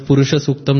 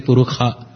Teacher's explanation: the word Sha, for example, is pronounced as Kha · Shown in: second take